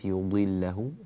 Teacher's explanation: وننبه إلى تفخيم الضاد مع أنها مكسورة في كلمة يضله، فهي حرف استعلاء وإطباق، وحرف الاستعلاء المطبق لا يتأثر بالكسر.